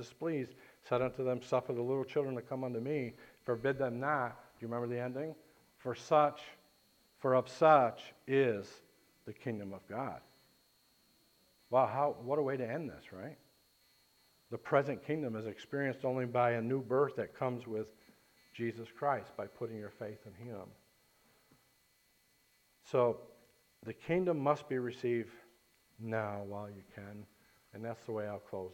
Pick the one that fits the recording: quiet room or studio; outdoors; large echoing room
large echoing room